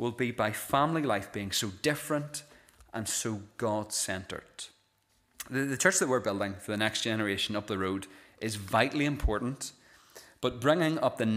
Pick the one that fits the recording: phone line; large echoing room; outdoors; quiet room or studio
large echoing room